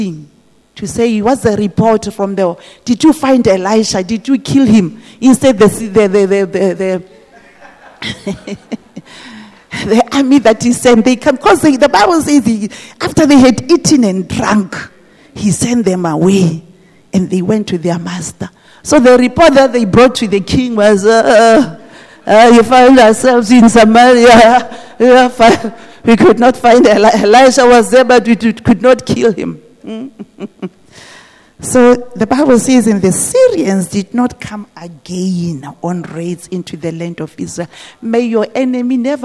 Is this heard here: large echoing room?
yes